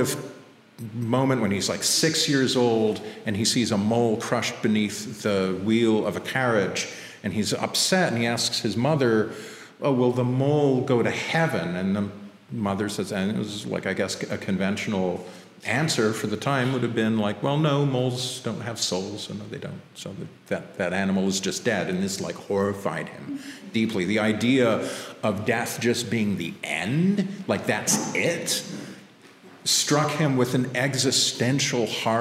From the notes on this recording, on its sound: Live in Lily Dale. They also had the honour of launching the symposium with a live recording held on the evening of the July 27th.